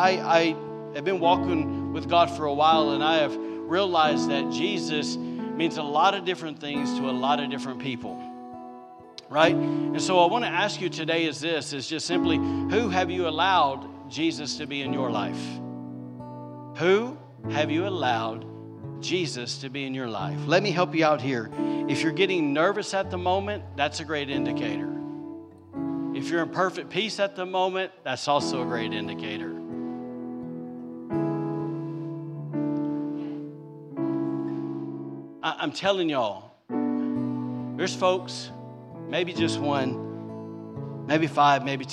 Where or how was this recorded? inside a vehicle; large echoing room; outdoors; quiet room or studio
large echoing room